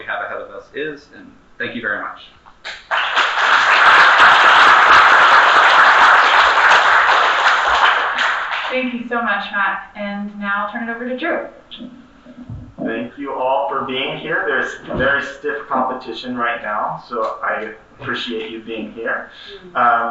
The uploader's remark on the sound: session recorded at Socialism 2022